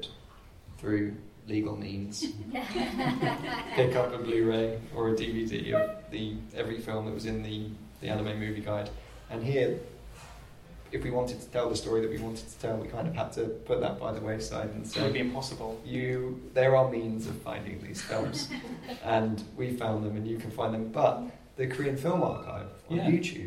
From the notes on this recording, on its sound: In this live conversation recorded at the book's launch at the Korean Cultural Centre.